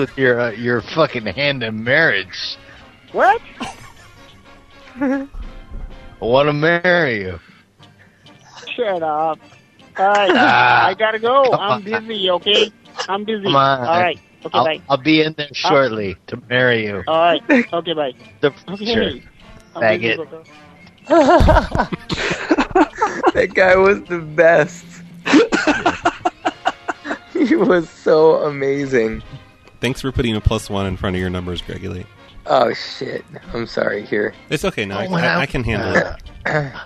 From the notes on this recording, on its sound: …'s Personal Prank Phone Calls Collection.